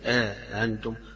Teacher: يقرأها أأنتم بالمد أو بالألف وبتسهيل الهمزة الثانية